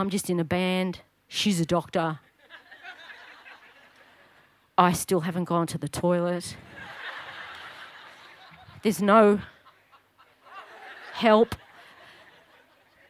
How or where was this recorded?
live audience